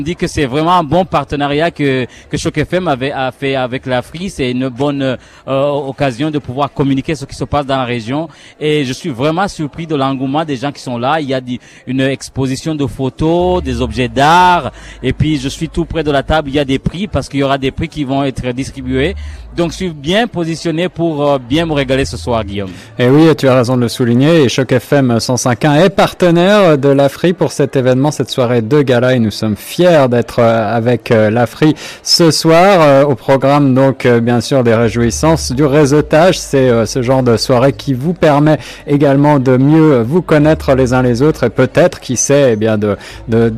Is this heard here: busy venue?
yes